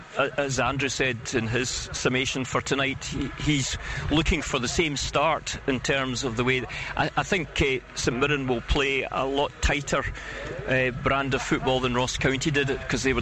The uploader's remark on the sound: Friday night football under the floodlights. Live at Pittodrie ahead of kick-off.